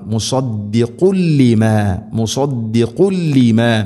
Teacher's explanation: മുസദ്ദിഖുൻ മുസദ്ദിഖുൻ ലിമാ ഖുൻ ലിമാ തൻവീന് ശേഷം ലാം ഇദ്ഗാം ബിലാ ഗുന്ന തൻവീനിനെ ലാമിലേക്ക് കൂട്ടിലയിപ്പിച്ച് മണിക്കാതെ ഉച്ചരിക്കണം